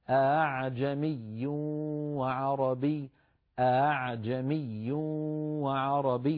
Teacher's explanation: همزة محققة بعدين همزة مسهلة